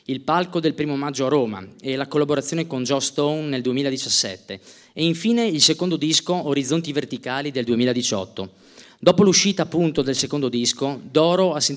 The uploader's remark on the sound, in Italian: In diretta dal Teatro Comunale Palamostre di Udine.